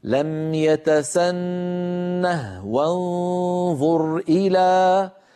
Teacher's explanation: هذه الهاء هاء السكت تستعملها العرب، أغلب العرب في حال الوقف، فإذا وصلوا حذفوها، لكنها في المصحف الشريف ثابتة في الخط. فحفص روى لنا هذه الكلمة ساكنة الهاء وقفا ووصلا، يعني في الوقف أقول لم يتسنه، وإن وصلت أقول لم يتسنه وانظر إلى، فأسكنها أيضا في حالة الوصل، أعود فأقول اسمها هاء السكت.